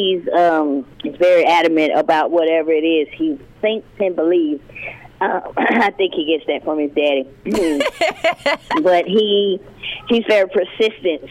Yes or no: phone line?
yes